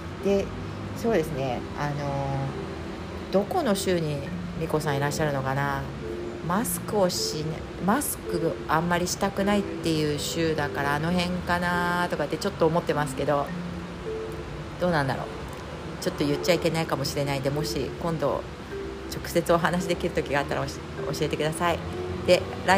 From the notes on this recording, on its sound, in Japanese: クルマ、雨の雑音、生活感満載お聞き苦しかったらごめんなさい